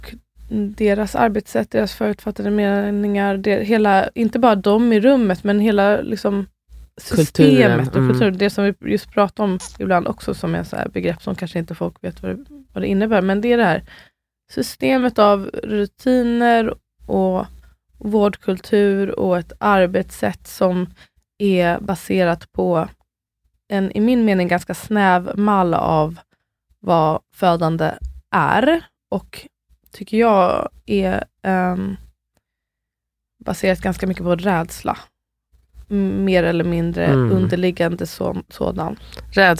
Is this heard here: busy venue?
no